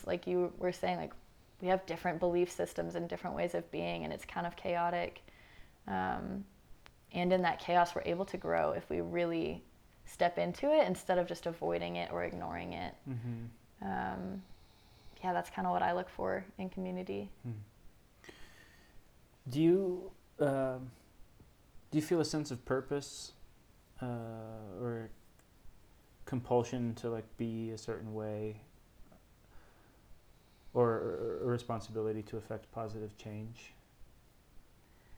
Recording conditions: sounds in the background